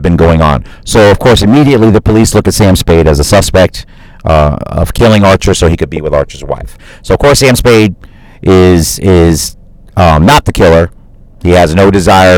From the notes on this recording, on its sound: Live from my car.